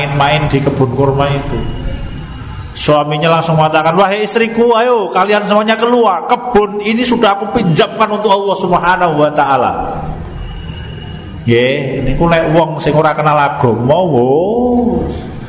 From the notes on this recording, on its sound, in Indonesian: Di Masjid Danunegaran, Mantrijeron, Yogyakarta rutin setiap hari Selasa selepas sholat magrib. Yang diselenggarakan oleh FKAM Yogyakarta dan Takmir Masjid Danunegaran.